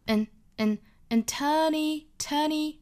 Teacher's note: and 尾部的不发音并且弱读